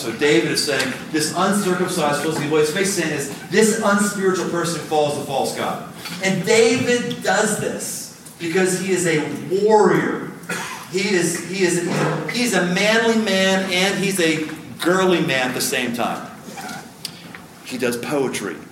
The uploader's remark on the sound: Live in Rock Valley, Iowa. Recorded live.